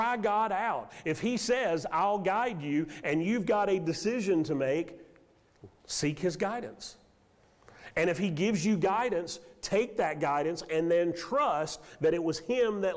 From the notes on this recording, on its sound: Sermon audio from Mission Church in Locust, NC.